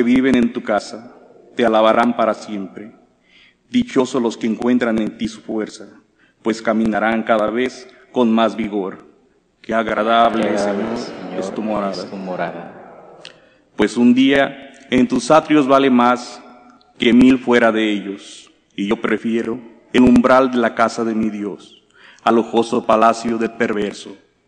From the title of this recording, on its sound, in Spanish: Santa Misa del jueves 3/8/2023, Iglesia de María Virgen Madre